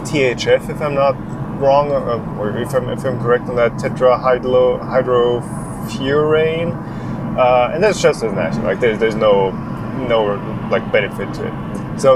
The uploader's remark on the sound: MRRF2019 Recap! (recorded while driving back).